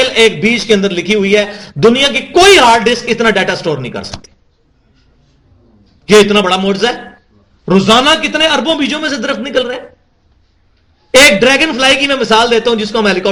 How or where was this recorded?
large echoing room